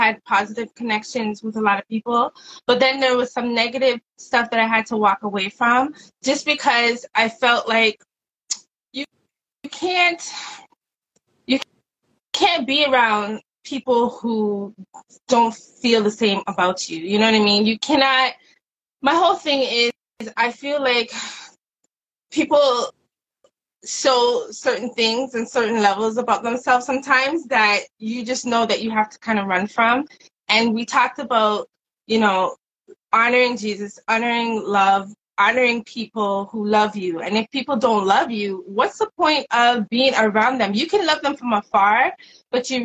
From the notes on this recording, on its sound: Instagram Live Summer Conversation Series